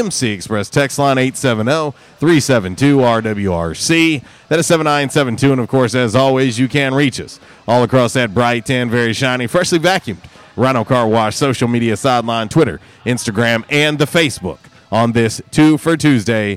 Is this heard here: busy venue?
yes